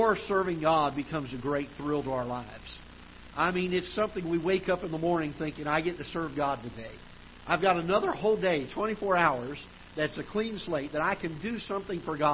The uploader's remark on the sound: Ketha Heights Baptist Church ~ Live Broadcast